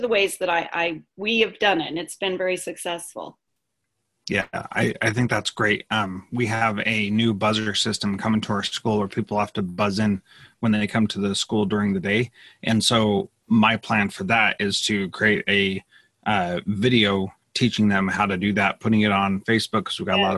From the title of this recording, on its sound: Live Webinar